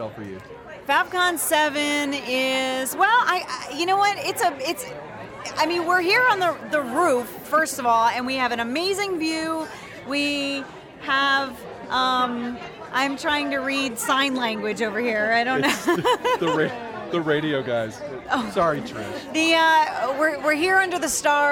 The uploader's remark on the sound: Live from Faffcon 7. From high atop a roof in a Tucson, Arizona resort! Recorded at the closing “Faffter party” at Faffcon 7, The VoiceOver Unconference.